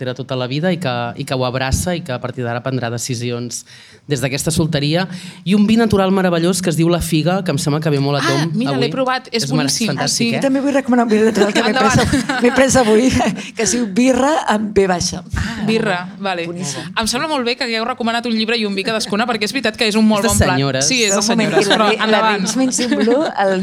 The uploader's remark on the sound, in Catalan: En un capítol en directe des de l’Antiga Fàbrica Damm en el marc de la jornada de pòdcasts contra la pressió estètica que va organitzar Radio Primavera Sound amb el Departament d’Igualtat i Feminismes.